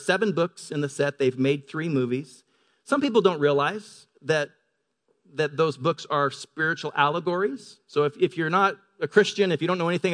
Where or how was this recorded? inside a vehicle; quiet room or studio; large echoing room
large echoing room